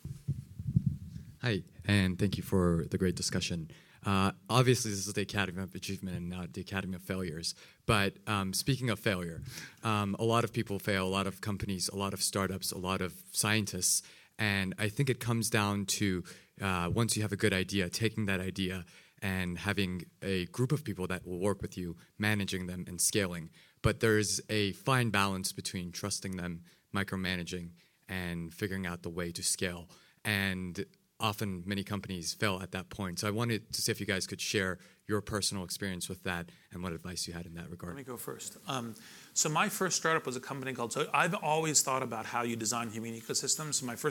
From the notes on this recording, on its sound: recorded at the 2014 International Achievement Summit in San Francisco